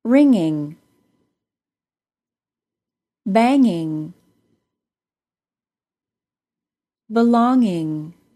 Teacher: there is usually no G sound at the end of the NG spelling · Term: NG sound